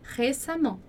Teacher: Não é E mudo, não é U, não é nada disso, é A mesmo. · Term: som de A